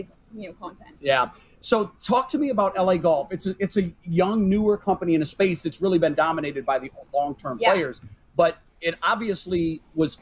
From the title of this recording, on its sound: UCSS is LIVE from the Kaulig Companies Championship